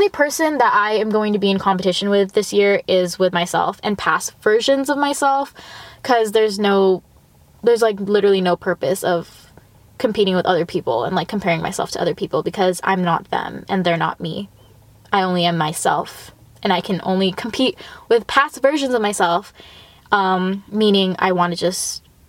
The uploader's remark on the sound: I understand the sound quality might not be as ~crisp~ as ur favorite podcasters but we are working on a budget okayy. Oh yeah, and im also IN MY CAR.